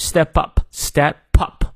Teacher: 这里有个连读 ah, step up stepup，因为后面是元音开头，前面是辅音结尾